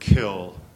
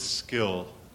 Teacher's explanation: in the word kill, the K is aspirated. In the word skill, the K is unaspirated.